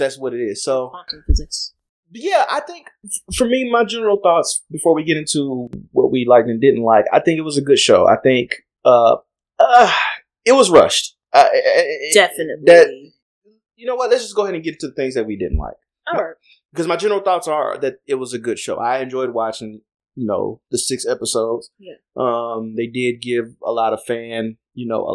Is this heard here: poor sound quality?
yes